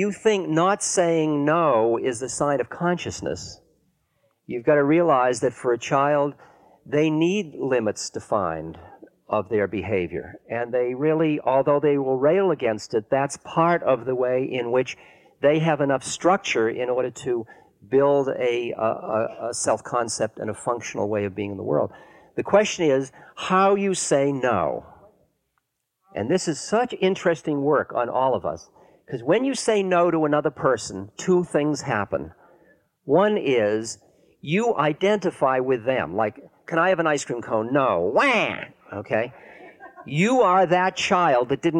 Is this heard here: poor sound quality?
no